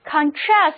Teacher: 当把重音放在第二个音节上读作 contrast 的时候，单词就变成了一个动词